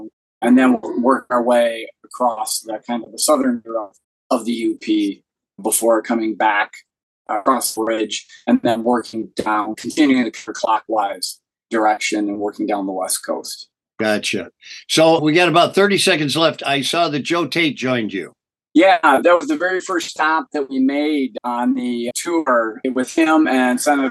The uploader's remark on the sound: This interview conducted via ZOOM, was conducted from Lansing. Along his route in the Upper Peninsula of Michigan and suffers from some lagging internet bandwidth. We apologize for the technical limitations from this shared video interview!